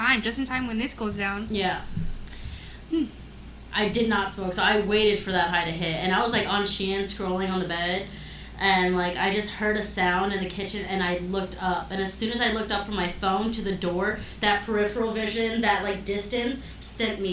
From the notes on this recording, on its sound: Sorry for the echo in the audio!